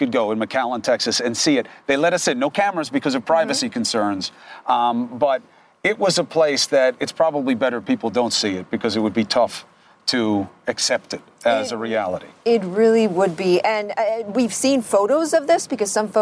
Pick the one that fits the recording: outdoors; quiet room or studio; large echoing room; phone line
outdoors